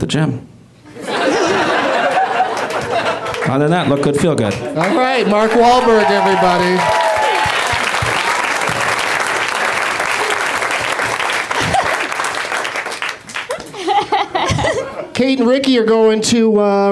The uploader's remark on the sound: Live at the UCB Franklin